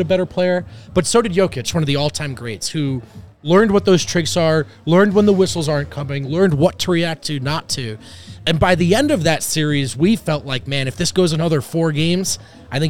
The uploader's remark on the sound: Come to you LIVE from the DNVR Bar.